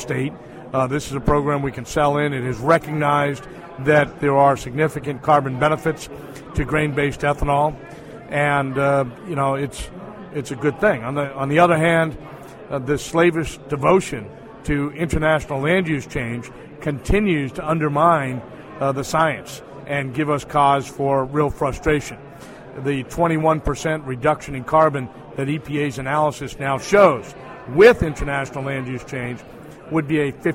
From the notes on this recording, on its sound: We hear some of what was being said about the new RFS2 rule at the recent national biodiesel and ethanol conferences.